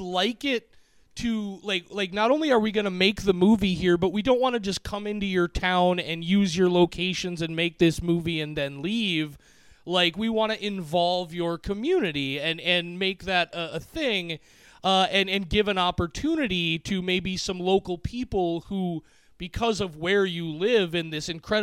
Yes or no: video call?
no